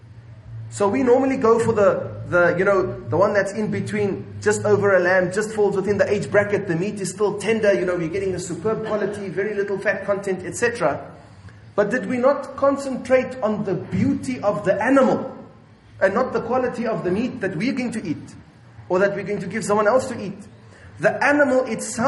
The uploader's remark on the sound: at Masjidul Jumuah Milnerton 9/8/19 for Jumuah